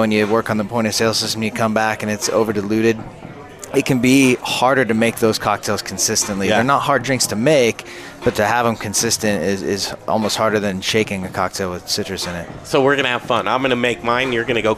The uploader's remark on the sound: We're live from The Goods on Colfax.